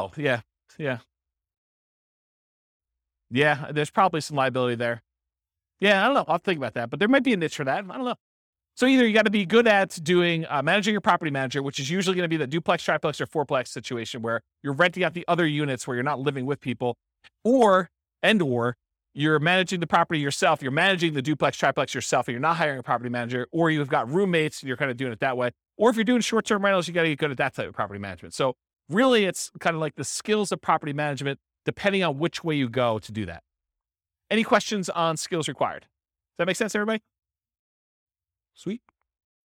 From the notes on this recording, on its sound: This was a live class recorded